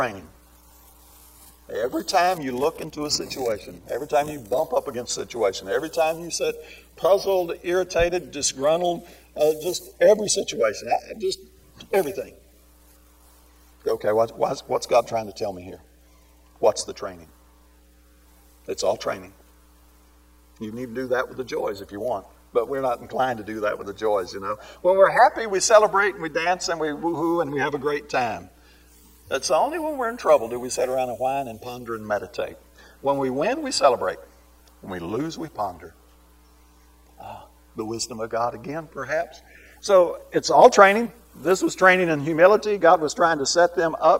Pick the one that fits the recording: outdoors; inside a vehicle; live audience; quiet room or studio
live audience